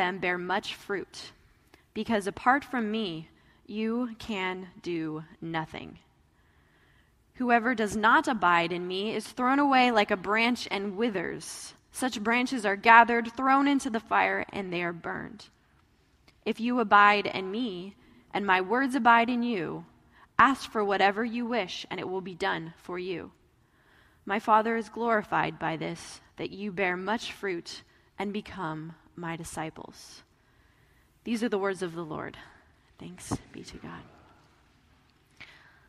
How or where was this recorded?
large echoing room